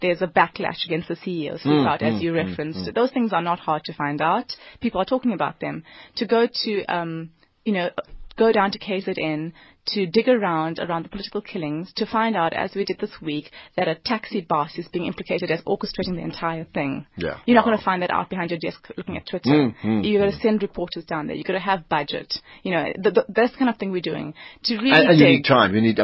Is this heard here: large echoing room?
no